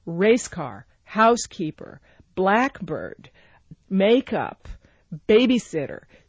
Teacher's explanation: In a compound, the first word is the one that gets stressed · Term: word stress